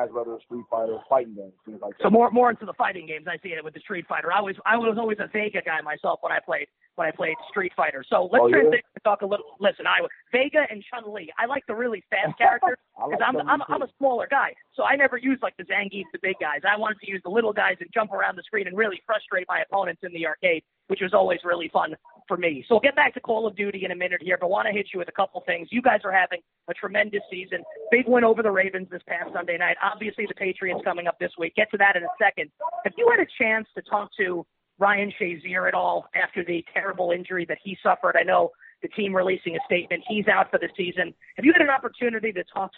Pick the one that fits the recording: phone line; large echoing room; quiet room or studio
phone line